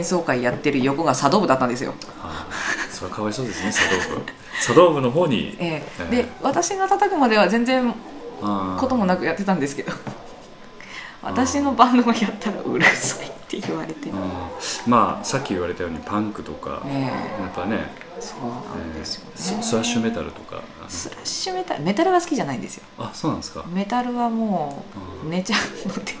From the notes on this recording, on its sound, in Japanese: 第32回公演「ミスター・ムーンライト」の客演の方々との飲み会時に収録させていただきました録音です。